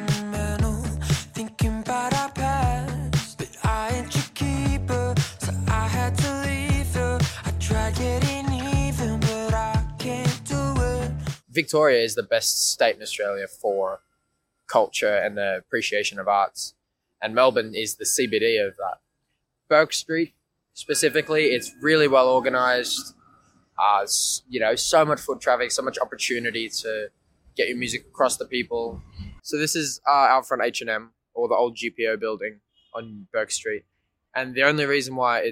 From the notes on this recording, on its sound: Regularly plays on Bourke Street Mall (Melbourne CBD). Interview recorded on May 30, 2023 (Bourke Street Mall, Melbourne Central Business District).